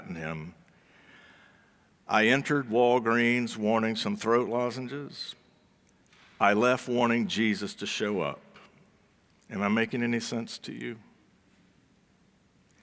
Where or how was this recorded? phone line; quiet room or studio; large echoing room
large echoing room